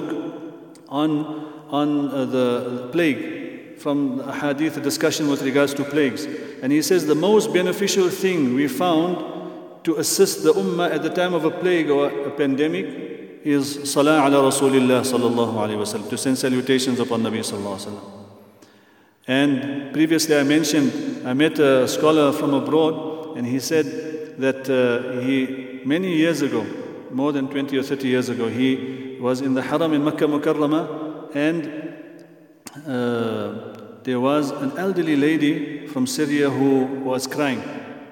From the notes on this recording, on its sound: at the Houghton Masjid (West Street)